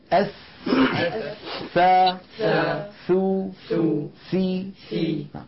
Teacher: والعرب تسمي الشيء بما جاوره أحيانا، العرب تسمي الشيء بما جاوره، فقولهم الحروف اللثوية ليس معناها أنها تخرج من لحم اللثة، وإنما تخرج من قرب لحم اللثة، وهي من أطراف الأسنان العليا مع طرف اللسان